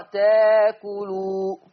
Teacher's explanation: تأكلوا إبدال الهمز الساكن بألف المادية فتقرأ تاكلوا